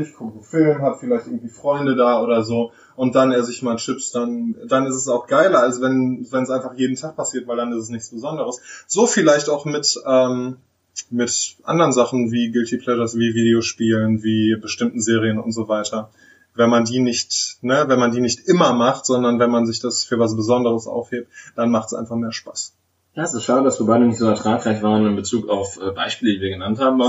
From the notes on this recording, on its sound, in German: technische Schwierigkeiten führten dazu, dass die Audioqualität durchaus Luft nach oben lässt